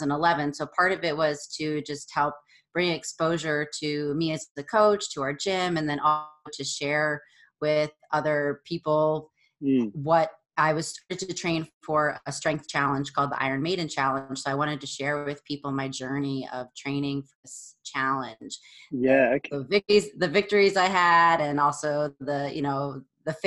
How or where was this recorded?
video call